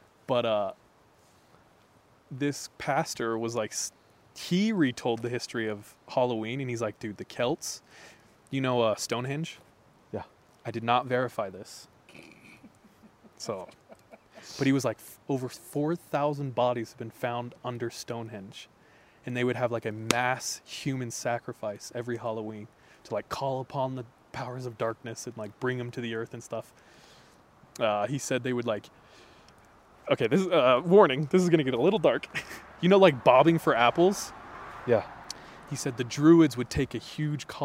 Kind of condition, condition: setting, inside a vehicle